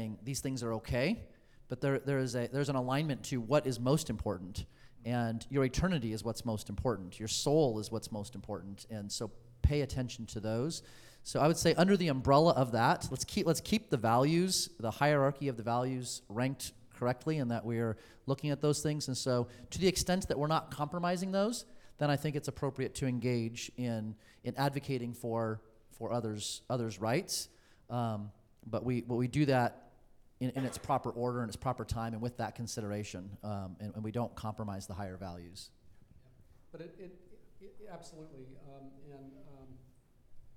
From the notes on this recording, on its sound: Questions about this topic from the audience.